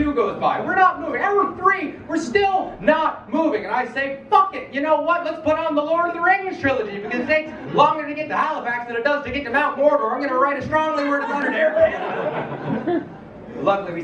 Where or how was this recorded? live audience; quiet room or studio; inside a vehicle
live audience